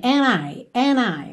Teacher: aqui ele juntou and I no N